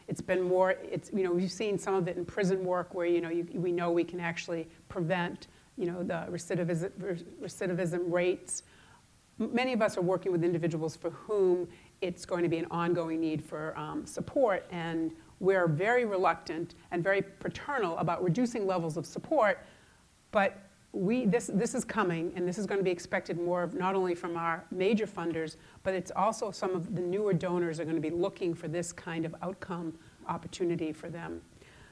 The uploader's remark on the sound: AAFCPAs' 2019 Nonprofit Seminar - Keynote Speaker